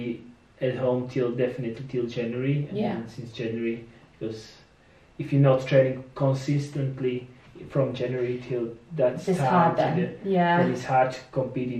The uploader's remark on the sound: I apologise for the bad audio quality, I'm still a beginner and forgot to turn the microphone on.